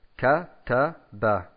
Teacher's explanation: Da sagen wir alle Vokale gleich lang. · Term: gleich lange Vokale